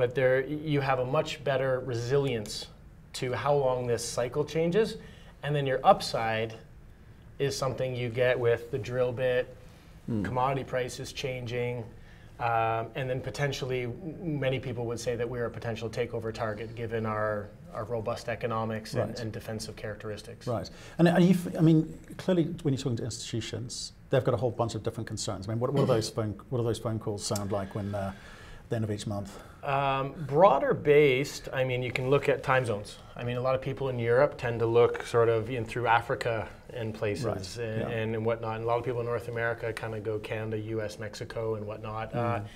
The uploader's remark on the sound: at the 121 London Mining Conference